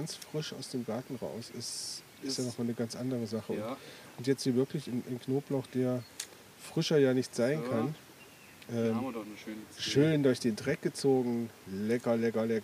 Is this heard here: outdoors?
yes